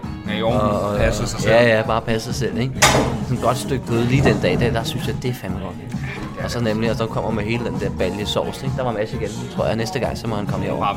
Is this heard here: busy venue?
yes